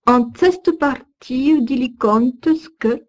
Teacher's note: Notez l'énergie du R. R roulé avec la pointe de la langue